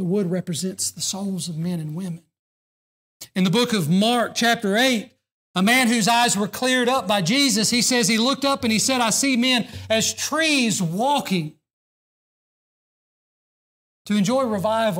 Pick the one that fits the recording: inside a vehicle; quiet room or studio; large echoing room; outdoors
large echoing room